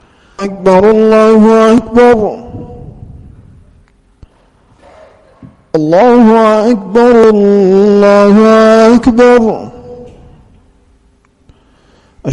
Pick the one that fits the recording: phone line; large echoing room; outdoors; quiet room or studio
large echoing room